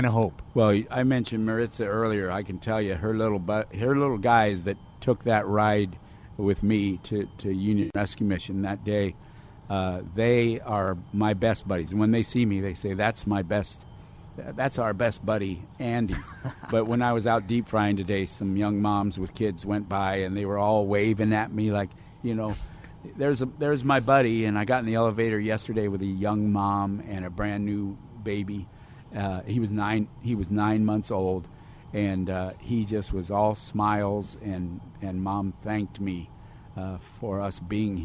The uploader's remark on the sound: Live From Union Rescue Mission